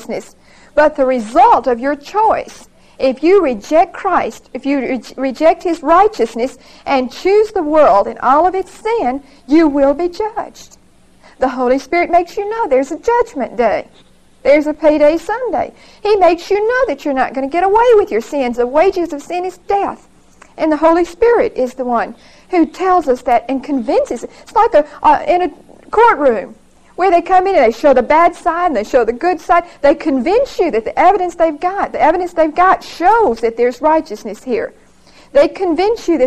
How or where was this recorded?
large echoing room